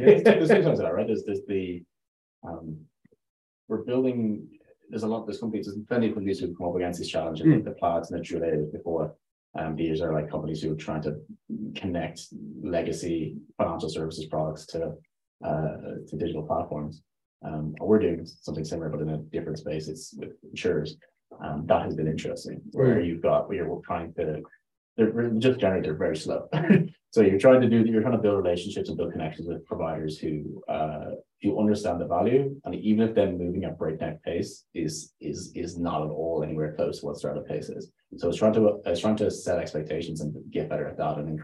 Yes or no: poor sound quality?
yes